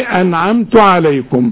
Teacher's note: ما تغنوش النون اللي عليها السكون